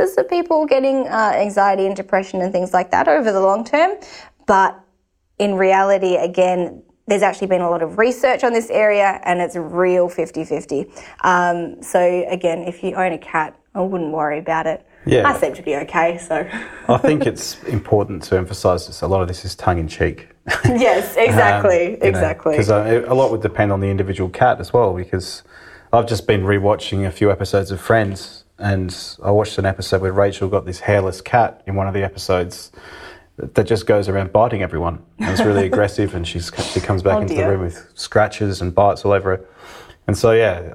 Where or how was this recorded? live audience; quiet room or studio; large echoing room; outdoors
quiet room or studio